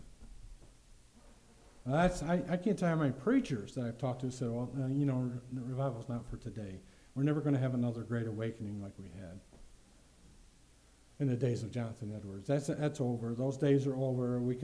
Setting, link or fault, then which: setting, large echoing room